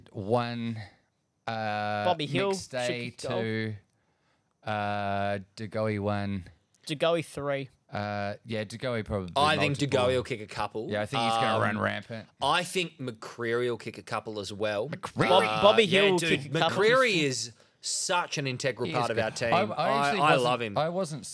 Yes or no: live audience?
no